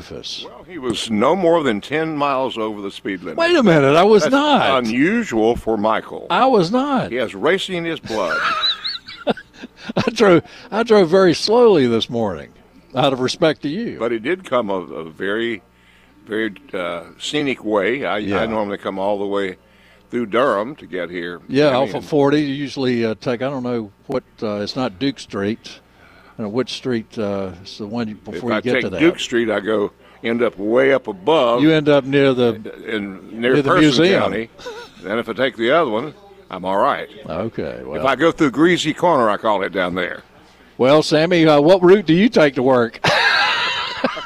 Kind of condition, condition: setting, busy venue